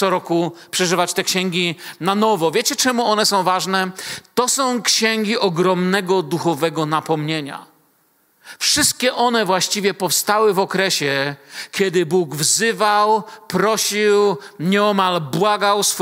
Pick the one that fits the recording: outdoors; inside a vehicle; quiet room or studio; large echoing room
large echoing room